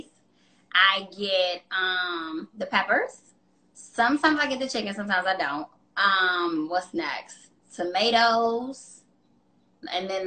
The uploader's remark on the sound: Wellness Wednesday IG LIVE